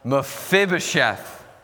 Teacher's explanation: The stress is on the second syllable, Mephibosheth.